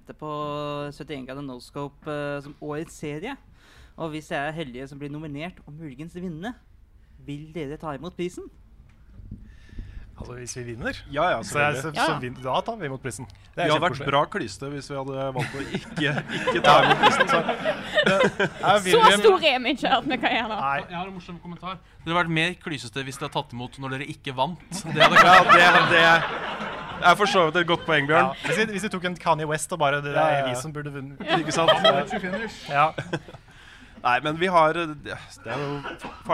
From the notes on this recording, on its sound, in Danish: LIVE fra Tilt. Begivenheten ble markert med liveshow på Tilt i Oslo.